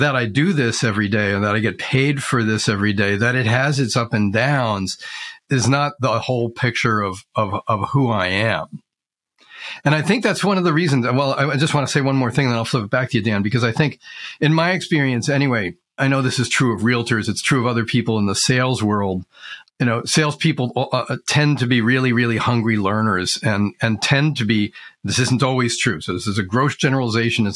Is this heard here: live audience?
no